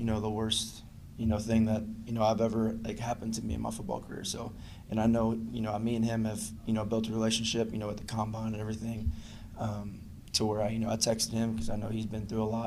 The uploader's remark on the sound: Addresses the media during his postgame press conference following New England's 26-23 win over the Denver Broncos.